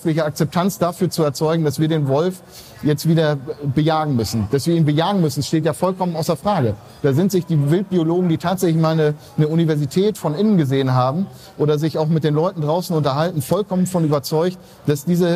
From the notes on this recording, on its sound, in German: Messe-Rückschau. Die Tonqualität ist einer Besuchermesse entsprechend und nicht mit den Studio-Folgen vergleichbar.